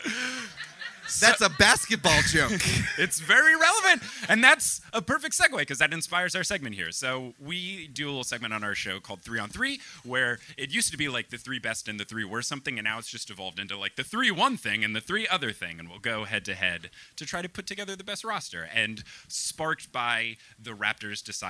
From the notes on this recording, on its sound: LA Live Show Extravaganza. Live in LA.